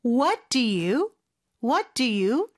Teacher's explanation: What의 T 발음은 사실 세게 안 해주셔도 돼요. 그냥 시옷 받침으로 하면서 바로 두로 넘어갑니다.